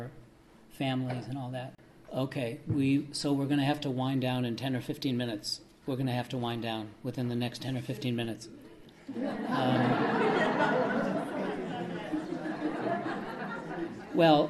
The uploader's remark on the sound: This lecture was an interactive dialogue